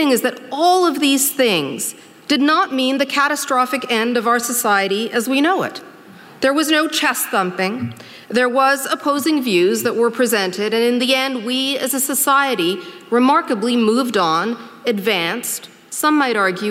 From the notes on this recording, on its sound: During ideacity's 20th anniversary conference.